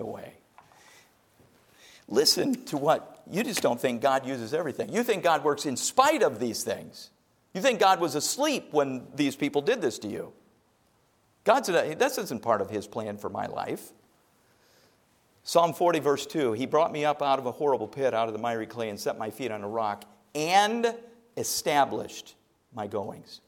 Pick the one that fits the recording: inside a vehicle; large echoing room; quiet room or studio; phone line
large echoing room